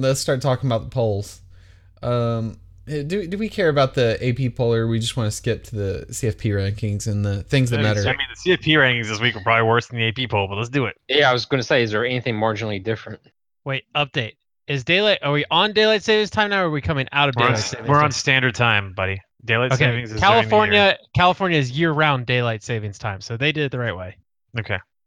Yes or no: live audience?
no